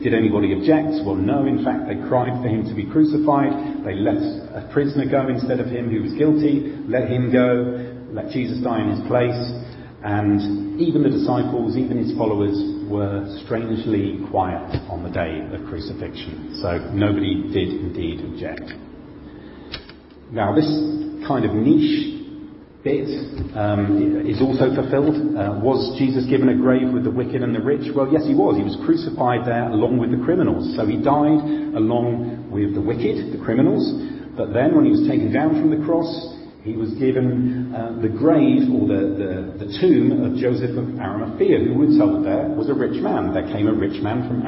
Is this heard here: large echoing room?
yes